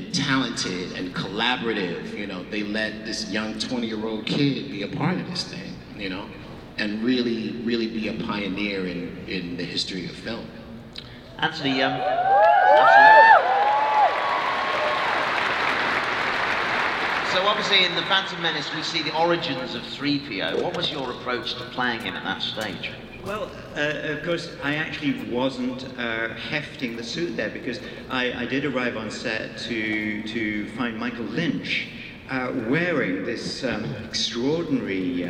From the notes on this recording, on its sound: Here's content from my camera during Star Wars Celebration 2019. This was at the 20th anniversary The Phantom Menace Panel.